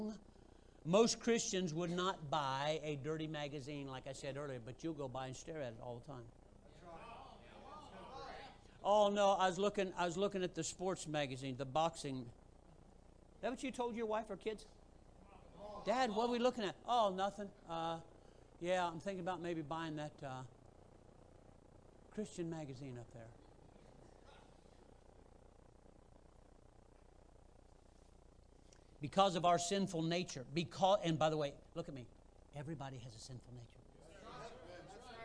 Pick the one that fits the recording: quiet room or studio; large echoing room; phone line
large echoing room